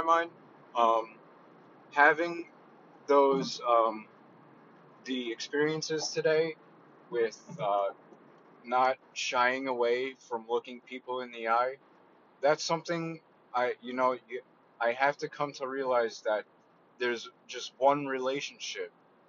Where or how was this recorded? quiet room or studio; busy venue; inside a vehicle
inside a vehicle